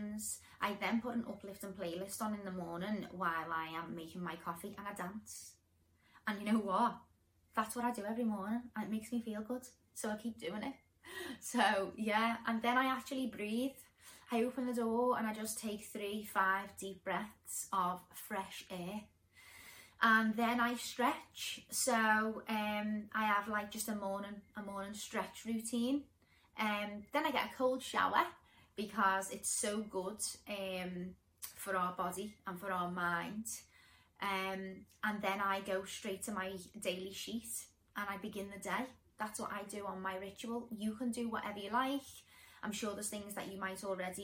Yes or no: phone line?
no